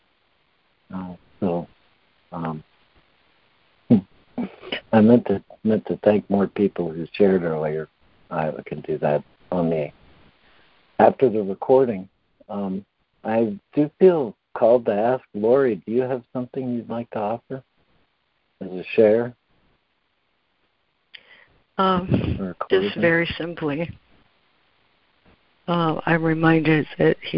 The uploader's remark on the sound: ACIM Daily Conference Call.